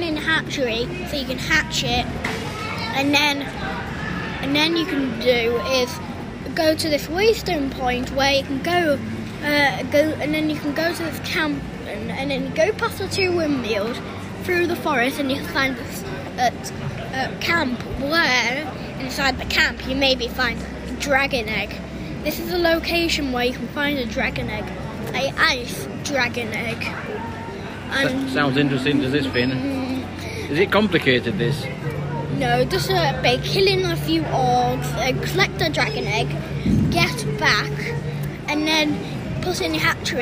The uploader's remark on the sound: LiVE from Total Fitness Wakefield